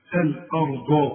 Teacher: والراء هي المفخمة مع الضاد برضه مفخمة